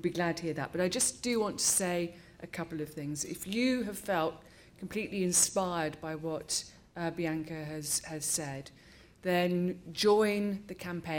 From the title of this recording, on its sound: Birkbeck Annual Law Lecture 2015 (audio recording of lecture)